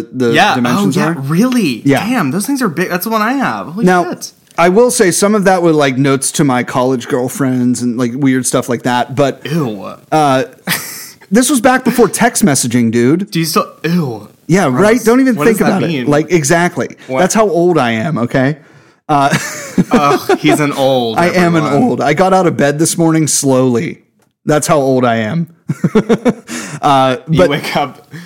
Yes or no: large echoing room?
no